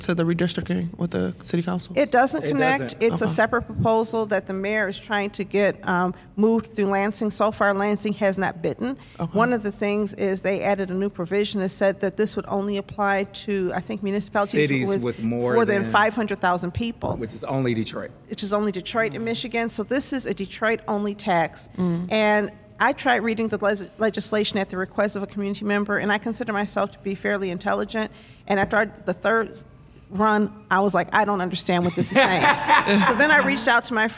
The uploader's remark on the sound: This week Authentically Detroit hosted a special live podcast